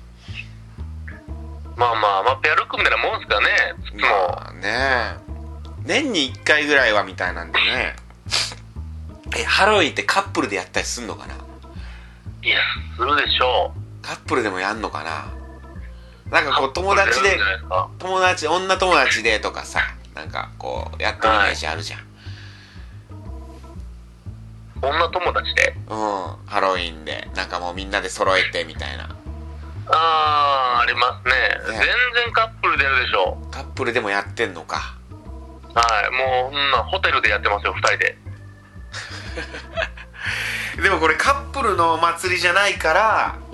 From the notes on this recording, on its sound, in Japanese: アイフォーンでの電話収録。